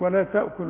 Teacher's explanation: ولا تأكلوا بمد اتنين واو عند الوصل فقط، لان ده اسمه مد منفصل